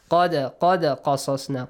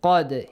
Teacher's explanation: دَال will be pronounced with an echoing sound